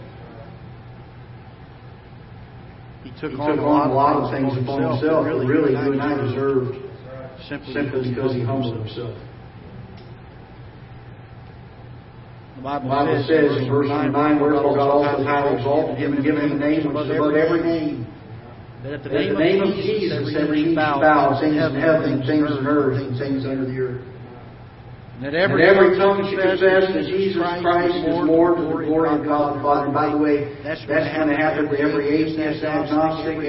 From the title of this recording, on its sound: Ketha Heights Baptist Church ~ Live Broadcast